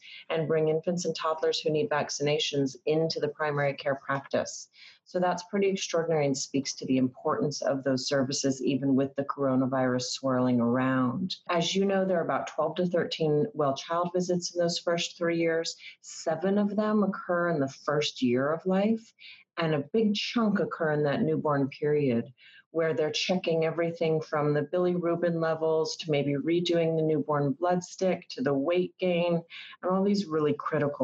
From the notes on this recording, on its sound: We’re recording this podcast today on a video call, so the sound quality may be different from what you’re used to hearing when we typically record this podcast in the studio.